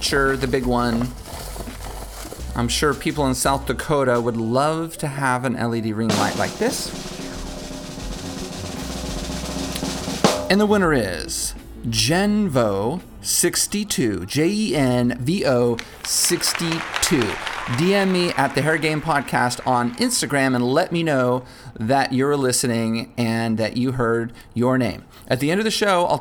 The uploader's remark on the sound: LIVE at ISSE 2020. Had a panel of four successful independent hairstylists discuss their strategies and tactics for being successful. Took questions from the audience.